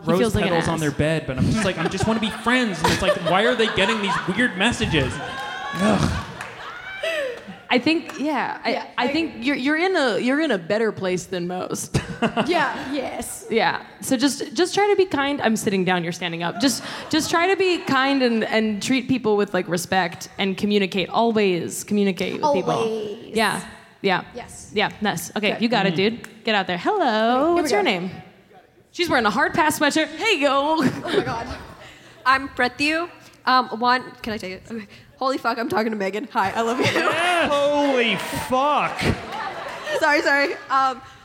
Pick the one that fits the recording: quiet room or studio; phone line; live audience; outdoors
live audience